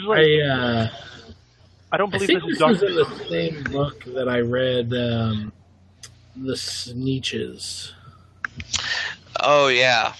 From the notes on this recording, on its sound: Apologies in advance for the quality!